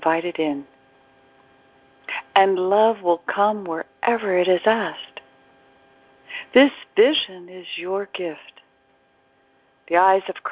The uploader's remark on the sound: ACIM Daily TEXT Conference Call